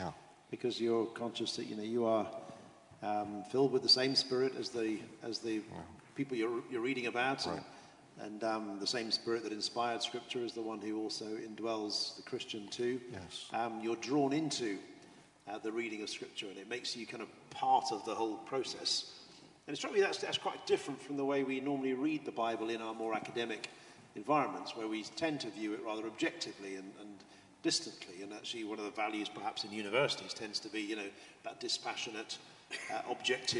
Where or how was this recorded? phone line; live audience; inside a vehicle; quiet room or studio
live audience